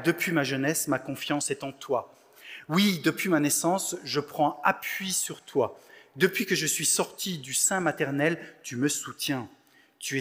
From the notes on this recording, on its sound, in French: Enregistré à l'église CVV, le 20/11/2022